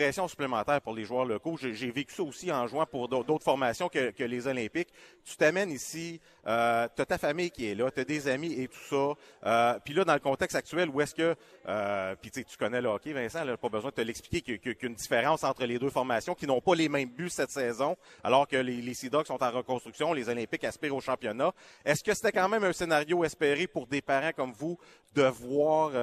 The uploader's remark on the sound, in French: En direct du Pêle-Mêle Pub de L'Agora